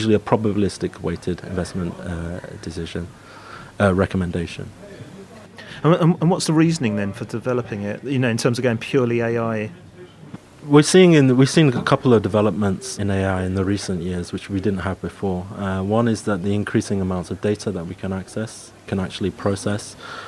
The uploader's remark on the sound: Recorded in partnership with CFA UK from their Fintech Interactive Forum, 'Asset management: Rise of the machines', at the offices of Inmarsat in London.